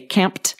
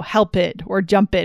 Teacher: So for this first letter, you're going to notice for the letter P, when we say camped, it's like a P and T blended together · Shown in: first take · camped. So we're not making that extra syllable at the end, right?